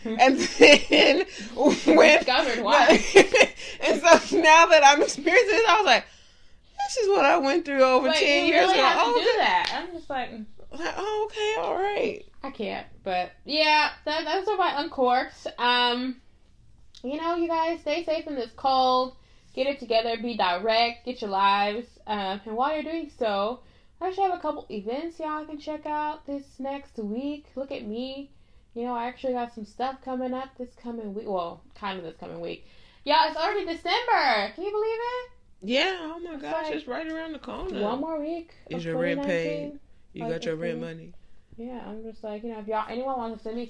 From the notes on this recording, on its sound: clearly, so does my mic